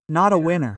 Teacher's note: The T in not becomes soft because it will continue with a vowel.